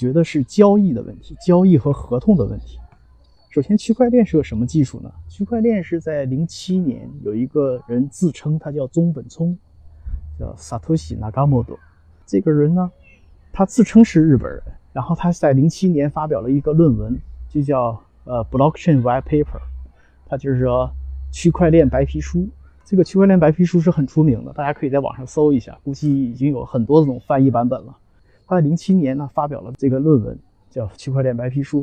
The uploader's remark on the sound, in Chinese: 在陪两个女儿打网球时录制